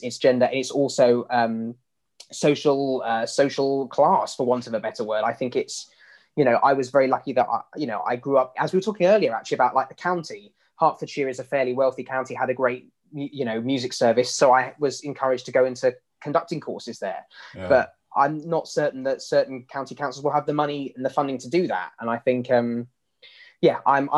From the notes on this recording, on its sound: This interview was recorded on 31st October 2020 via Zoom.